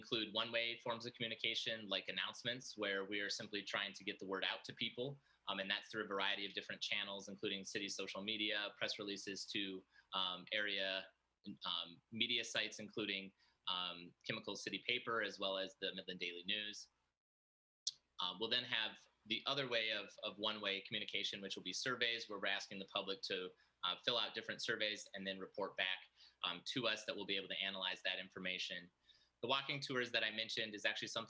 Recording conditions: video call